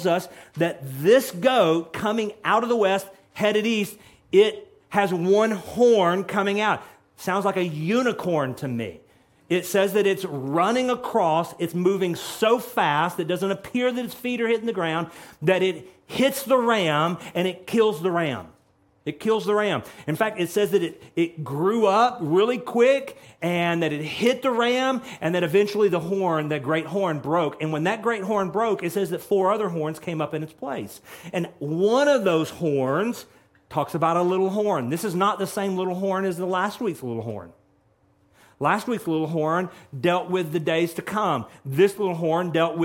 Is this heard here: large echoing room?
yes